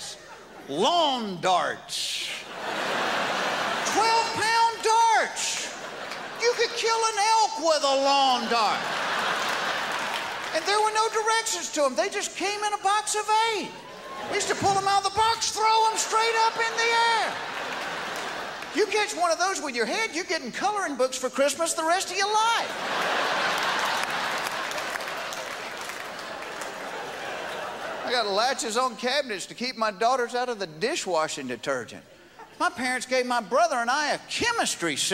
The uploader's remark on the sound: at the 2001 Just for Laughs Festival in Montreal